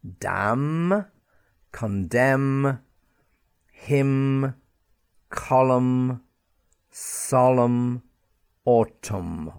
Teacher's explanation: So let me give you some words that have usually M, N at the end, and the N is silent, and we only sound the M. · Term: silent N